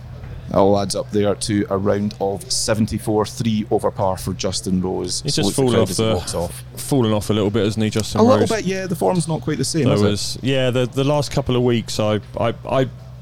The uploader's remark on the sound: LIVE from Royal Liverpool